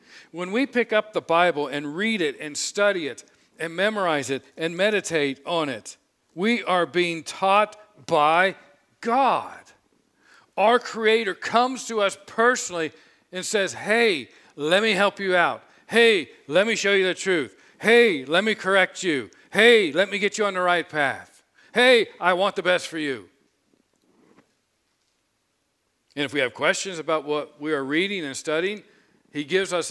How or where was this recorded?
large echoing room